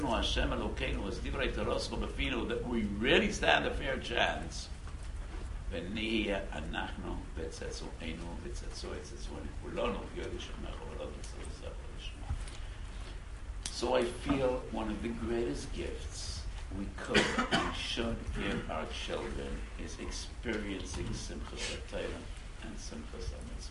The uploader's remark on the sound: Delivered to mechanchim at DRS Yeshiva in New York.